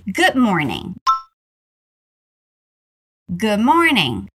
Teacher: Quando nós falamos naturalmente no dia a dia, é comum nós juntarmos as duas palavrinhas e comermos o D no final de good